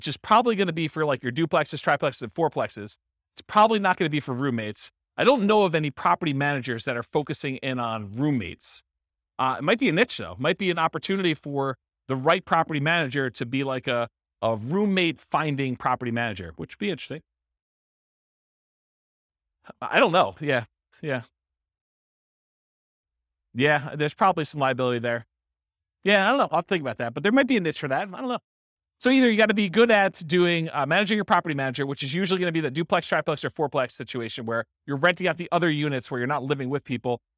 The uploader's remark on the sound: This was a live class recorded